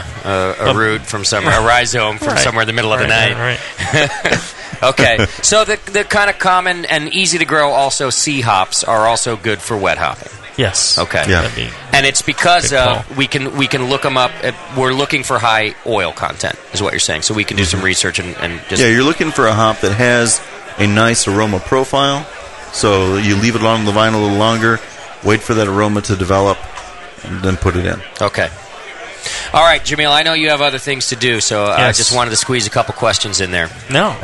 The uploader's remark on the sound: This episode was recorded live from the 2012 National Homebrewers Conference in Seattle Washington. Talk with the crowd.